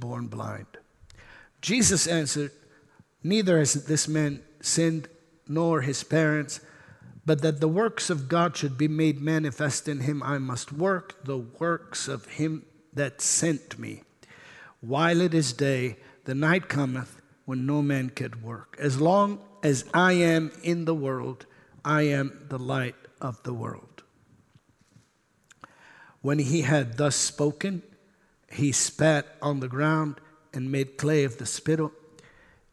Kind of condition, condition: setting, large echoing room